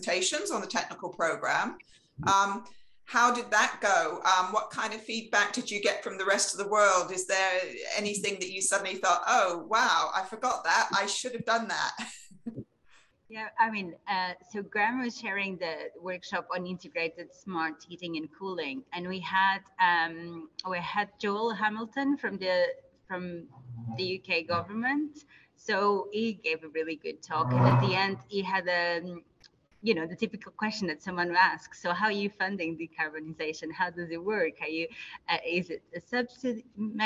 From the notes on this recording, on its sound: Live from Las Vegas at the ASHRAE Winter Meeting. Live from the largest gathering of refrigeration, air conditioning, heat pump experts in the world - the ASHRAE Winter meeting.